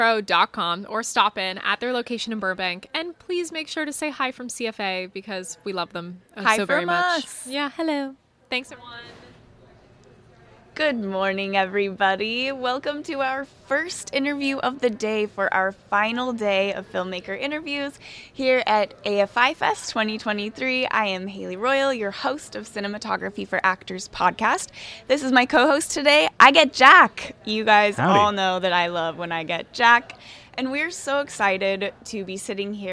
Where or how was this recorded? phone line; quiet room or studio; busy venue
busy venue